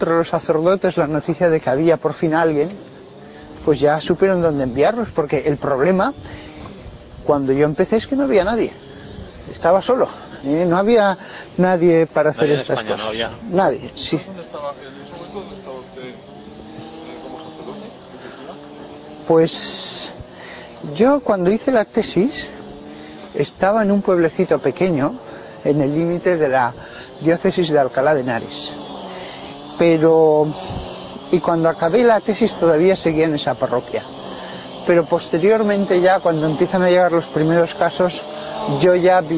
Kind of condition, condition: setting, outdoors